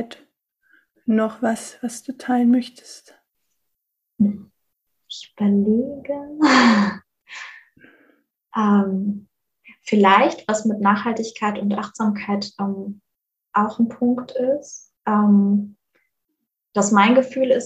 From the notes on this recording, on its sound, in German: Hatten wir auch diesmal wieder ein paar Soundprobleme, da wir die Folge über Zoom aufnehmen mussten. Leider hört man dies etwas.